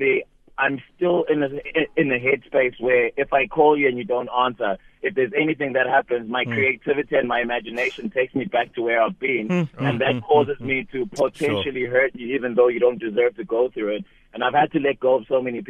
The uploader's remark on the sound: PHONELINE TRAFFIC. Callers sharing their views on anything.